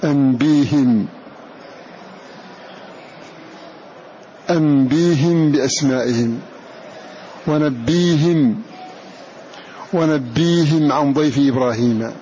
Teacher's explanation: قرأوا الكلمتين أنبئهم ونبئهم بإبدال الهمزة ياء بكسر الهاء فيها